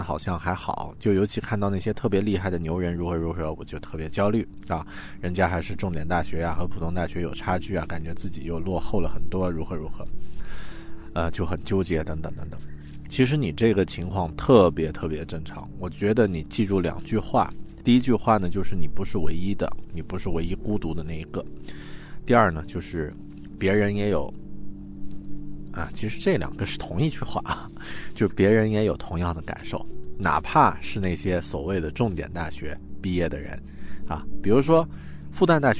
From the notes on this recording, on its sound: I left home, walked 5 kilometers and I could see the ocean. I recorded this episode on the shore, this is the first episode I made in New Zealand.